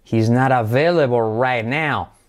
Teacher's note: al unir el not con available, la T, al ir entre vocales, semiclave se convierte en R suave